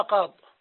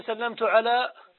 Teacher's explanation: إذا وقفت على المنقوص المرفوع أو المجرور فإنك تقف عليه بحذف الياء والتنوين